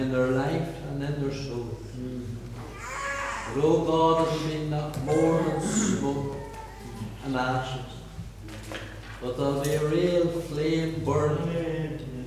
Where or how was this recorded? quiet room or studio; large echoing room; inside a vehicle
large echoing room